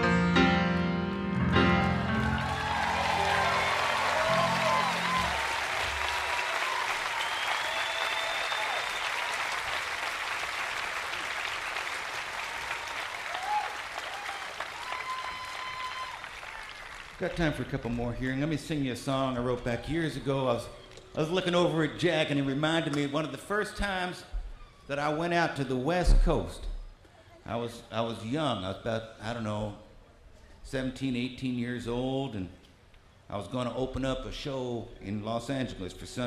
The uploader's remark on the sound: Newport Folk Festival 2009